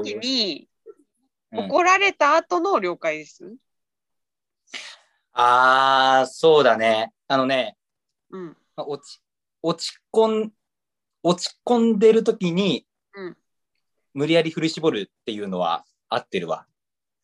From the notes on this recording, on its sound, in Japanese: zoomでラジオ！